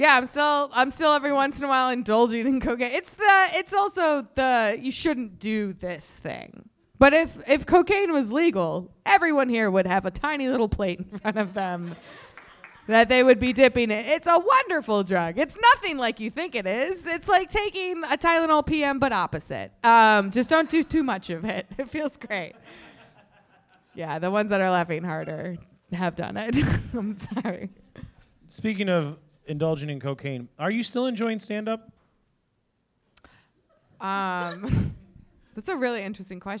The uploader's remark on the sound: Live at The Whistler